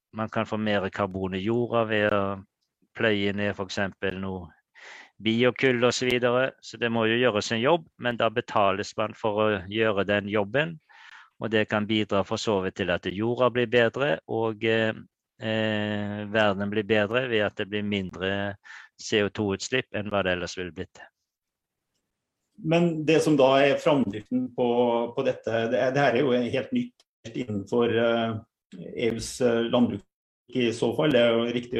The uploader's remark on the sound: Live Zoom